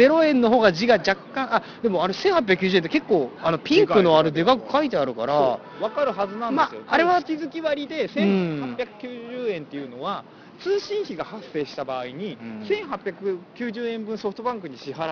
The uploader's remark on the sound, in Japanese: Apple Ginzaで並びましょ！今回は外での収録のために音質がいちじるしく悪いですがご了承下さい。Apple Ginza に延々と伸びるiPhone 4Sの行列。